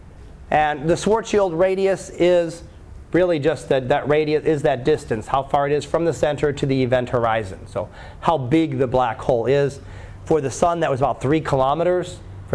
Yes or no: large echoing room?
yes